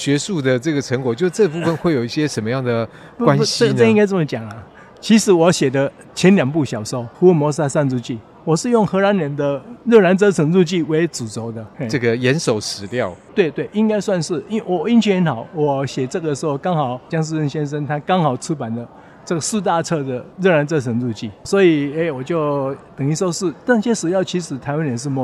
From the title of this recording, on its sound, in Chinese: 世貿中心現場報導